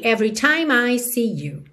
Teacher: o E final não é pronunciado. Aqui então você já junta o M no I